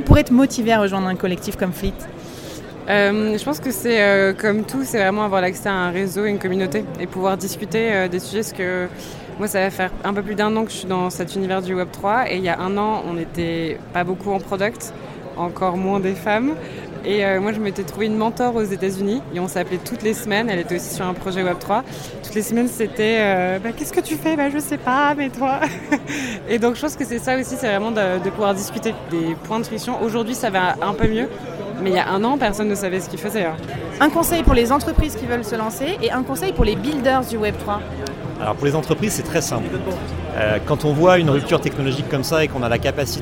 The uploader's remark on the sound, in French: Dans cet épisode, tu vas aussi vivre l'ambiance de l'événement et découvrir les backtages, les conférences, les participants...